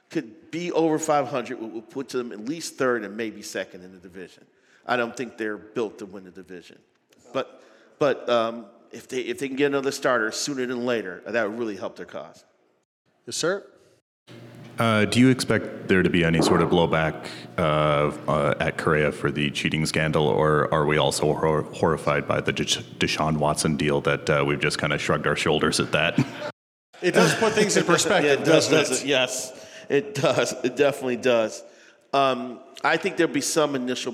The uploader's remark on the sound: At a live show from 11 Wells Distillery.